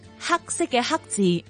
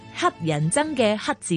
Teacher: 黑色嘅黑字系属于 K 韵尾，而黑人憎嘅黑字就系属于 T 韵尾